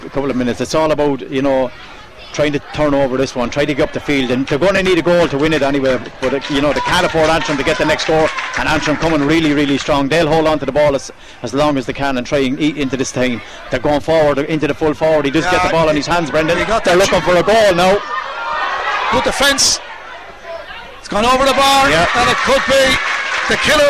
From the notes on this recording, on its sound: We were live from Corrigan Park